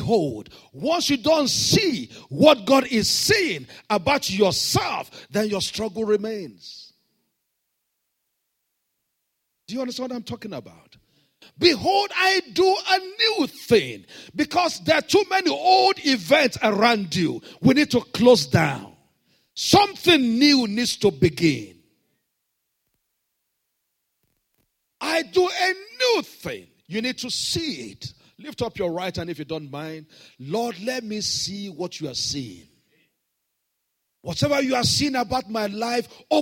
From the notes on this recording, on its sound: This Sunday Service message